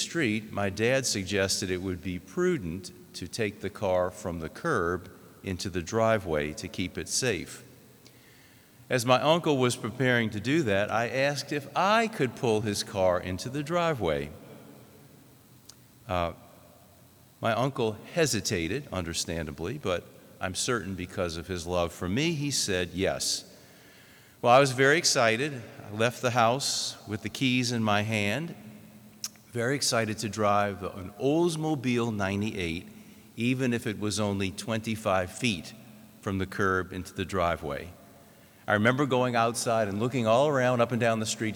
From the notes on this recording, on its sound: This homily was preached in the Notre Dame Seminary chapel.